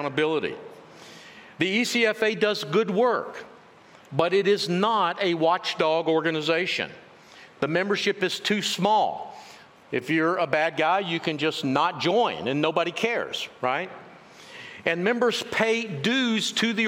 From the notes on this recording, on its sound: In this session from the recent Restore Conference